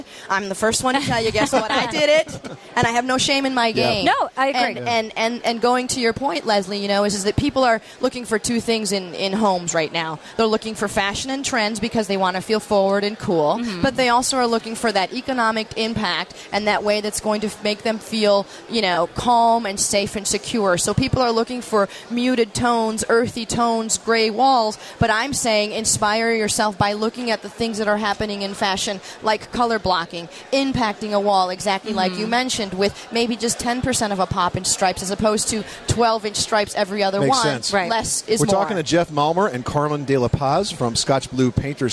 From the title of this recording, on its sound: Live from the 2012 National Hardware Show